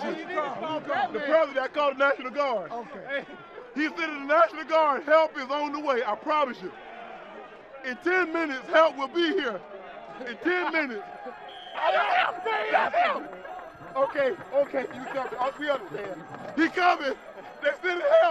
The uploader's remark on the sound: coming to you LIVE from the DNVR Bar